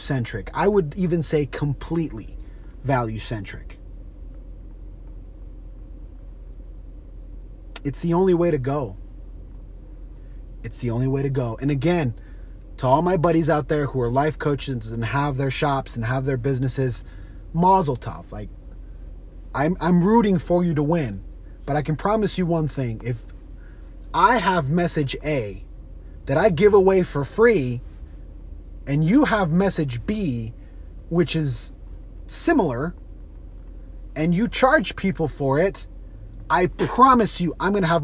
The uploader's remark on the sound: On today’s carcast